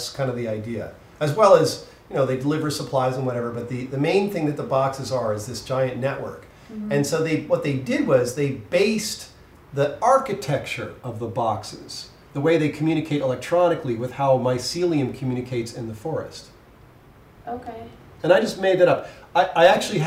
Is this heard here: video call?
no